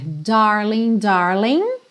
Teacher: A gente vai ter darling, darling, sem pronunciar o G final